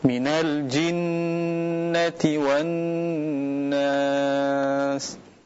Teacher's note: Yang benar adalah kita mendengungkannya sepanjang dua harakat. · Term: gunnah